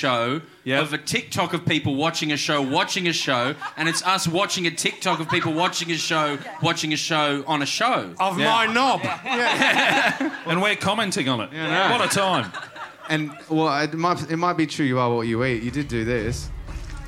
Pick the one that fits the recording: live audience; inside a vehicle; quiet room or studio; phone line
live audience